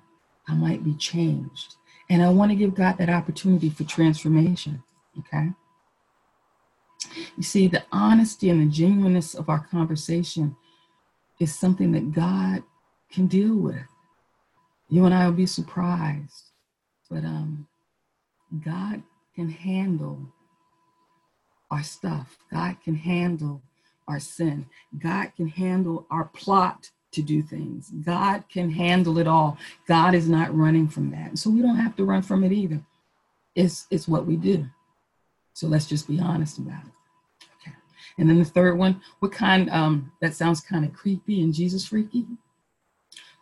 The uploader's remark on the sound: Our zoom streamed service.